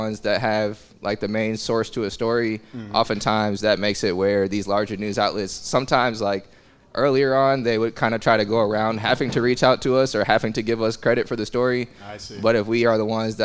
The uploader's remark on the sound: This episode was another live podcast event at Kinship Cafe in Kansas City, KS.